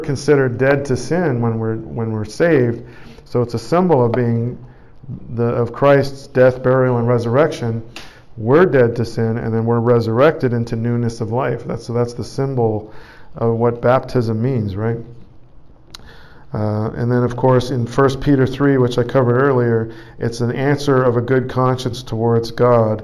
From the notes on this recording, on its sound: Preached at St Georges Manor, Toronto, Canada